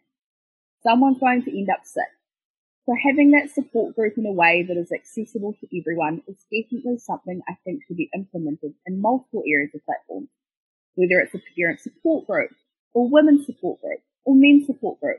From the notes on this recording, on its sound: Her story is voiced by a student from the New Zealand Broadcasting School at Ara. This recoding was made over zoom during the current Covid-19 Delta Lockdown.